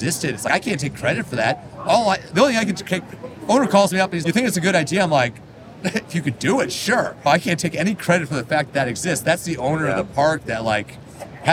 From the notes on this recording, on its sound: This interview was recorded during the IAAPA Expo on the show floor.